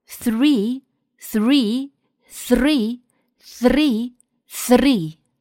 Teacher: 如果在你发 th 的时候，气流足够强烈，就可以带动正在回收的舌头进行颤动了